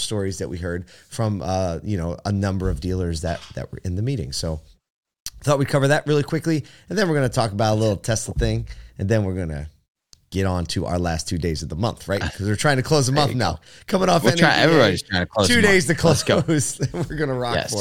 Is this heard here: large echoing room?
no